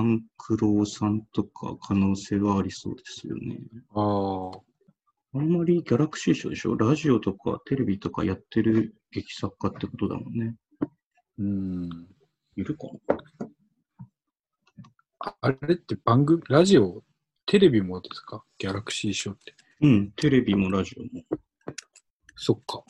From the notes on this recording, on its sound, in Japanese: ZOOMの録りやすさ。収録地：それぞれの家（ZOOM収録）。